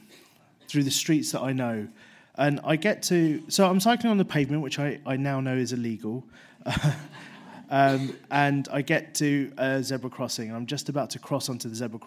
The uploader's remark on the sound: 5x15 Bristol. Recorded at the 5x15 event in Bristol, on September 11, 2016.